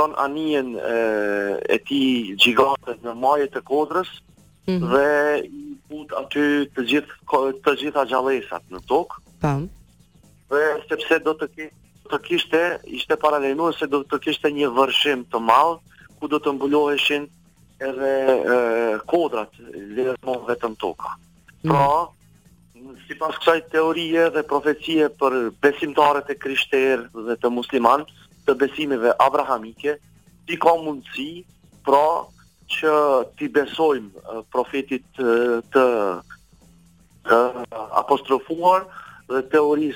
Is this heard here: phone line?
yes